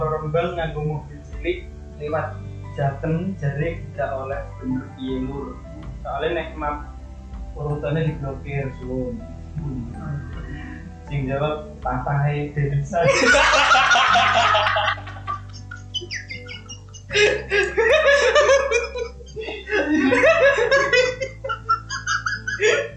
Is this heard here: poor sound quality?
yes